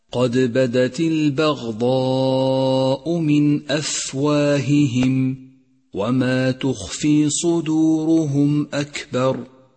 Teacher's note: فالفاء من أفواههم والخاء من تخفي والكاف من أكبر كلها حروف همس · Term: حروف الهمس